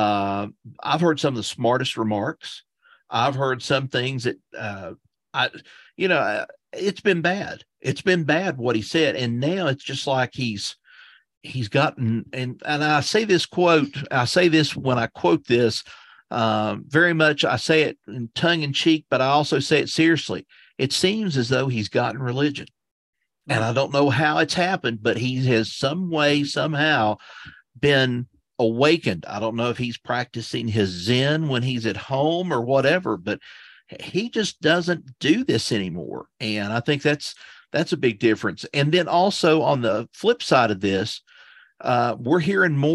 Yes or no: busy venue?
no